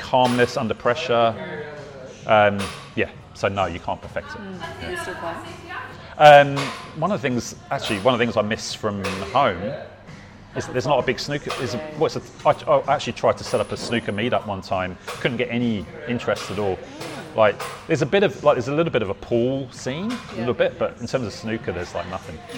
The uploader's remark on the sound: We were in a lovely little cafe called The Little Elephant: in Highett, but because of a microphone issues I had, I had a background mic on and you’ll hear a lot of background cafe noise in the recording, I’ve tried to pull it back as much as possible, but as a result my questions are pretty faint. He comes across loud and clear, exactly as he sounded to me.